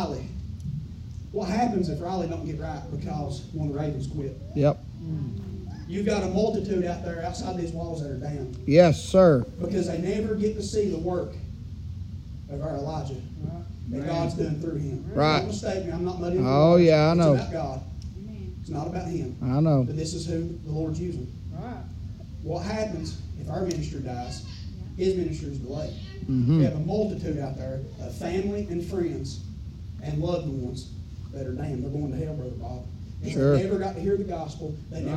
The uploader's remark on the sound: preaching live from Still Water Baptist Church on 7/23/23 pm